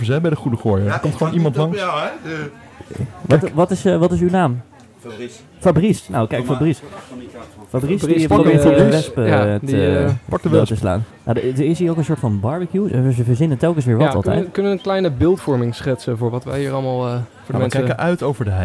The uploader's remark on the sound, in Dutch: LIVE BIJ DE GOEDE GOOIER